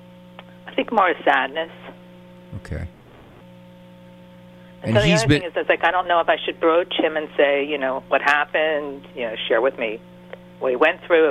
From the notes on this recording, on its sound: he took live calls